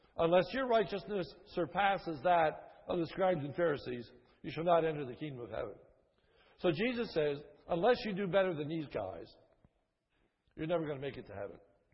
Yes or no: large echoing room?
yes